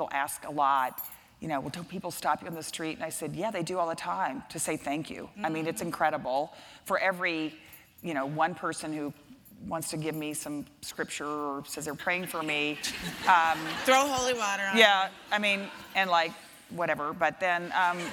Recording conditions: live audience